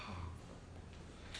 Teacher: la aspirada, ja, se refiere a ja, inicial de una palabra, que es un sonido sonoro. Ja es sonoro.